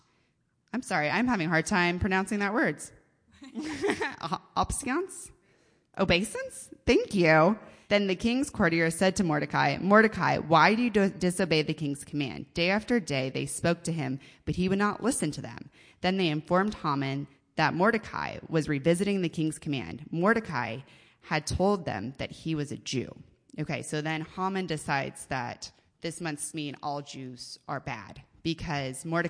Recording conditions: live audience